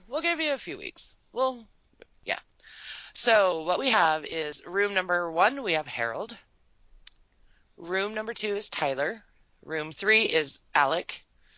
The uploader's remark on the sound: Even if our recent audio troubles followed us here.